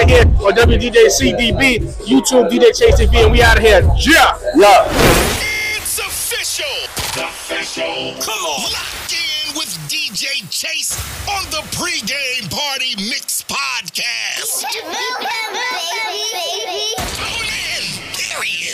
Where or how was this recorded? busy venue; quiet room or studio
busy venue